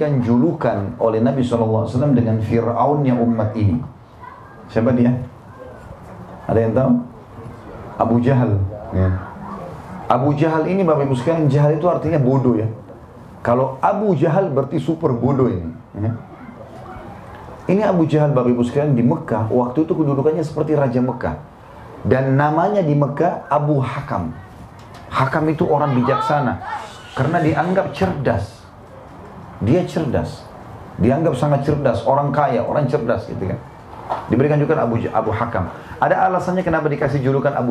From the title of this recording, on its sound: LIVE at San Bernardino, California